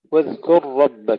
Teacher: تشديد الراء جيدا نتيجة الإدغام